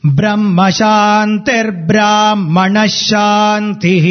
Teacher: Brahmana Shantihi Brahma Shantir Brahmana Shantihi It is not Brahma Shanti, there is no visargam after Brahma, so it is Brahma Shantir Brahmana Shantihi Brahma Shantir Brahmana